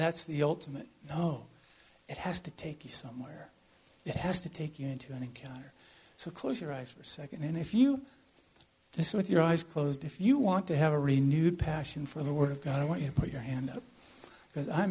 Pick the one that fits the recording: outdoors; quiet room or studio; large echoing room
large echoing room